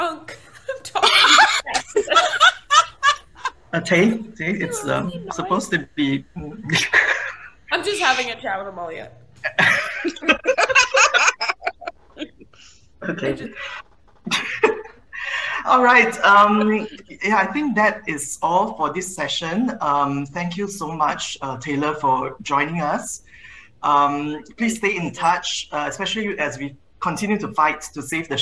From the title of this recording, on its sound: Post-Season 3 Zoom Party